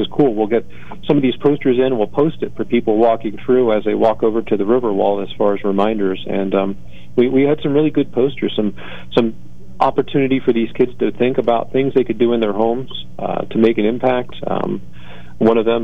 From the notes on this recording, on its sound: with a live call-in update